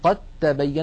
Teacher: ننطق تاء مشددة فالدال قد أدغمت في التاء